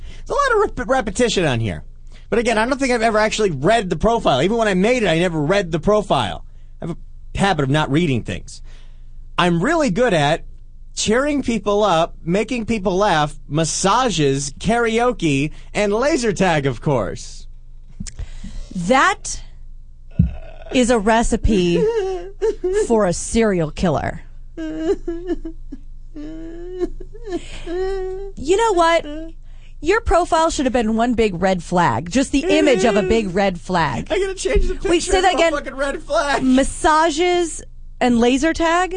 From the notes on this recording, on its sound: we take some great phone calls